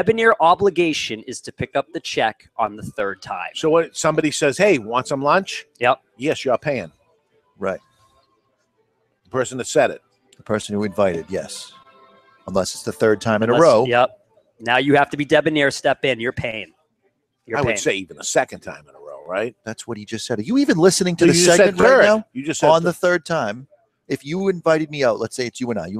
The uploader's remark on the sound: This week we are live from Seabrook where there is an Avo Savoring The Moment event going on.